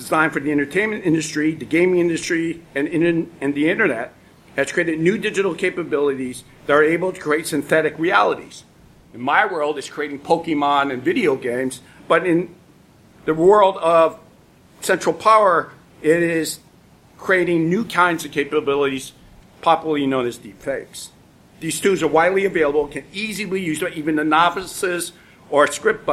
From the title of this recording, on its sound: LIVE at the ABA Annual Meeting